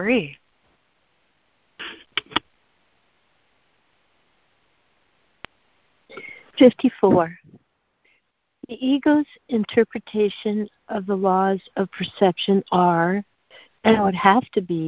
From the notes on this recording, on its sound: ACIM Daily Conference Call